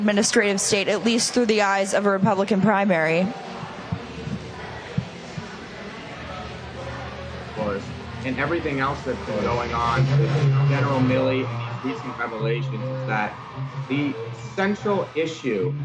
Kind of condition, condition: setting, busy venue